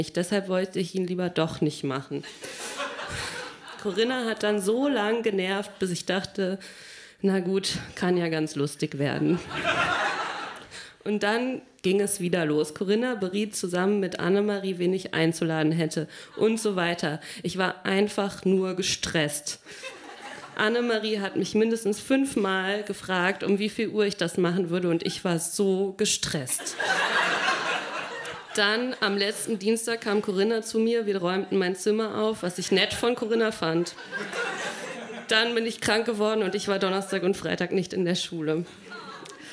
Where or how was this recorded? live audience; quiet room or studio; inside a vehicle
live audience